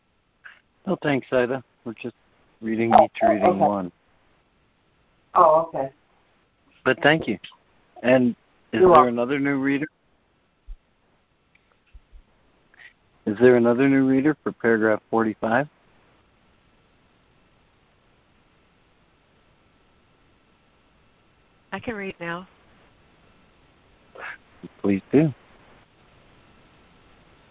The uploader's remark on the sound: ACIM Daily Conference Call